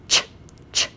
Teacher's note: You can only make that sound one time, ch, ch, ch. And you're not using any vibration in the vocal fold, so there's no voicing